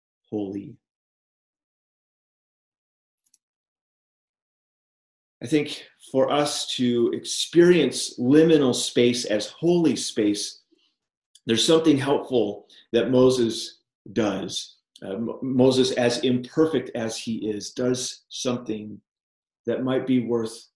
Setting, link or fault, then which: link, video call